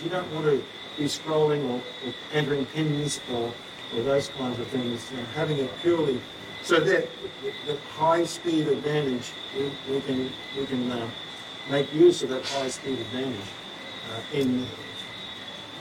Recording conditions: background noise